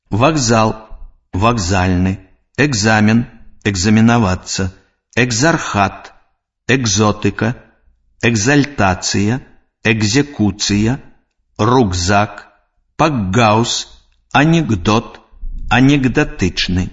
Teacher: Глухі зычны «к» перад звонкімі зычнымі «з», «г», «д» у сярэдзіне слова вымаўляецца як выбухны «г».